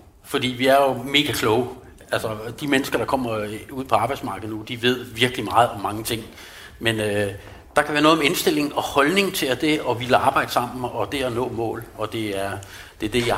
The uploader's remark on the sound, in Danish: LIVE-udgave. Episoden er optaget i Musikkens Hus under Vigeur LIVE, som var et arrangement fyldt med spændende oplæg og inspirerende mennesker.